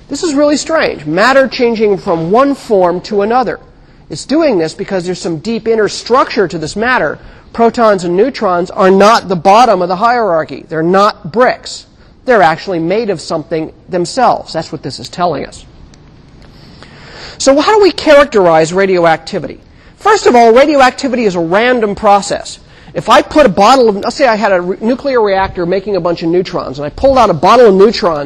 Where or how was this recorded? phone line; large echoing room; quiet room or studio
large echoing room